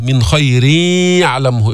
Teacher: إدغام ناقص غير مستكمل التشديد لبقاء الغنة، فبتجيب ياء مصاحبة يصاحب صوتها صوت الغنة من منتهى الأنف